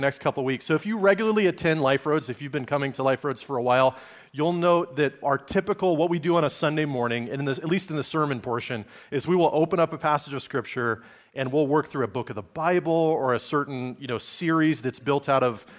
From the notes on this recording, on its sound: Recorded on Sunday, December 10, 2023, at Liferoads Church in Spokane, Washington.